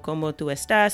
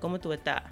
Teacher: the S's usually aren't pronounced in very informal language in some places · Shown in: second take